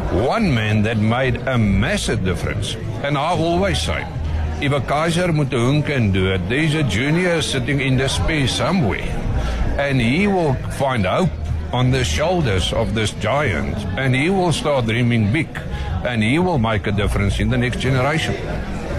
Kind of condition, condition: setting, busy venue